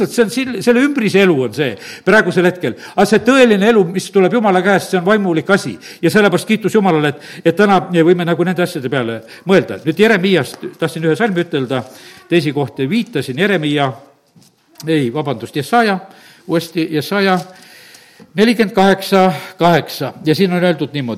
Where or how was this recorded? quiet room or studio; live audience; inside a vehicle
live audience